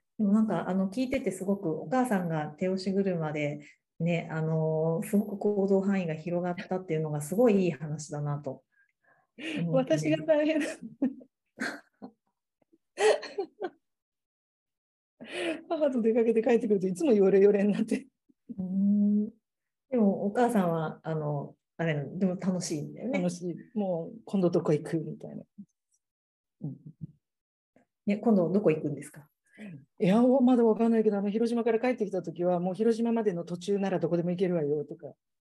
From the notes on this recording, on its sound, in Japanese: 収録場所： オンライン (Zoom)